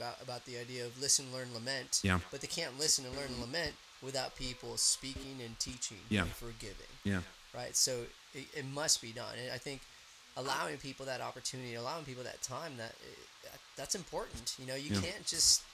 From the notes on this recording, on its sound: we APOLOGIZE for the sound—this is the first time we have been together in a while and with three mics!